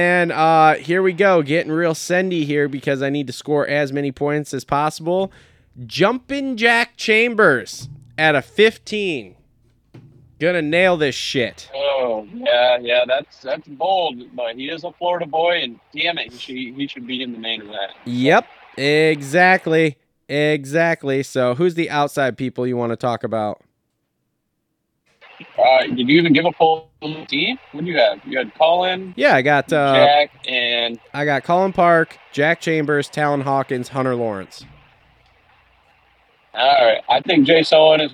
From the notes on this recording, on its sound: jump on the phone